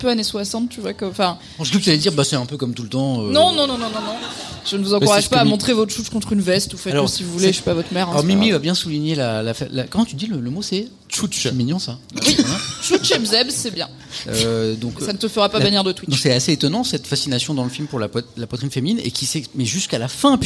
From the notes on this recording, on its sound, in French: Voici le replay de notre épisode en direct du Culture Fest